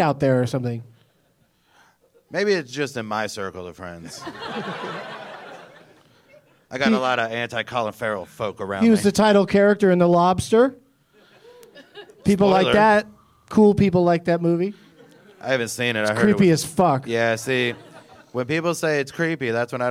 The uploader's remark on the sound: Live from the Improv in Orlando